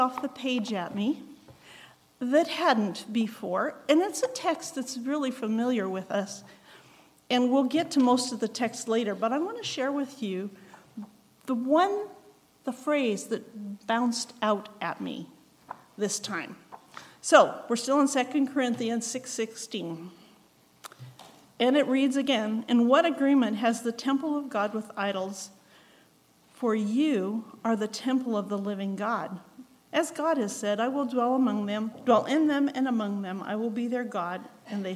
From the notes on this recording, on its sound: Recorded on May 13, 2023, at Ringgold Seventh-day Adventist Church.